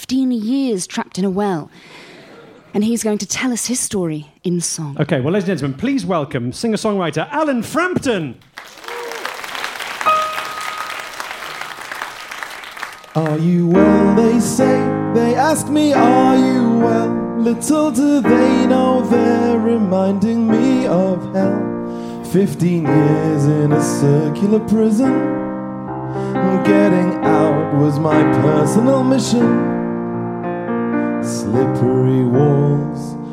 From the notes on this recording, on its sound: Live At London Agrimedia Con 2018. Live episode, recorded at this year's London Agrimedia Con.